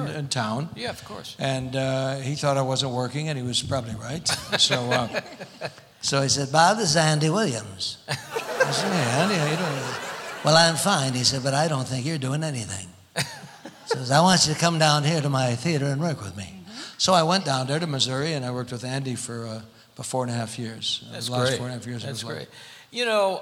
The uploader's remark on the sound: Live at the South Point Casino